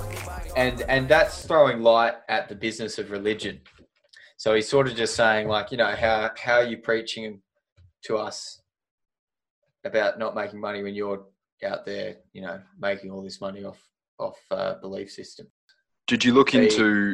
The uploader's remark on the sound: Episode done via Zoom.